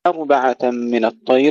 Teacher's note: ترقيق الهمزة وتفخيم الراء